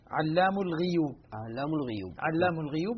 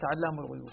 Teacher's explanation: الكسرة الغين متابعة للياء بعدها · Shown in: first take